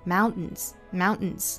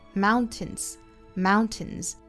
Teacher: mountains mountains 就这样用鼻子一带而过了 · Shown in: first take · Term: 鼻爆音